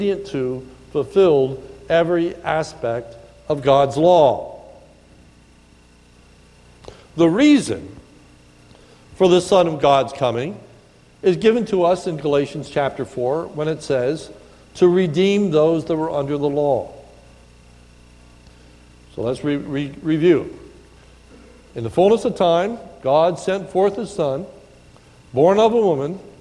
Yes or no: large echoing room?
yes